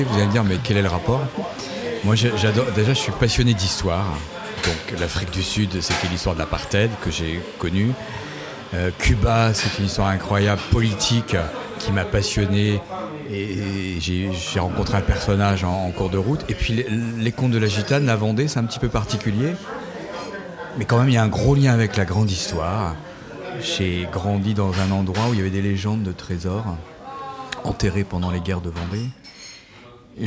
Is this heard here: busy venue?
yes